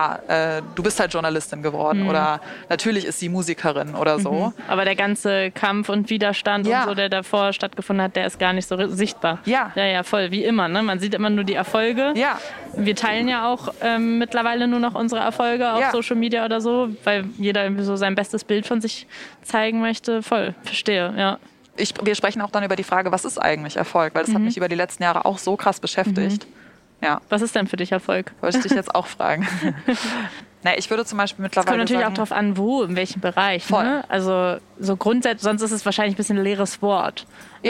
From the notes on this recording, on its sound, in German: Eigentlich sollte es von Berlin nach Leipzig gehen, aber aufgrund von Hitze und dringenden Terminen wurde die heutige Folge ausnahmsweise nicht in der Bahn, sondern in der DB Lounge am Berliner Hauptbahnhof aufgenommen. Nicht wundern also, wenn statt Zugrattern zischende Kaffeemaschinen im Hintergrund zu hören sind.